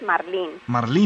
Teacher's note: con énfasis en la última sílaba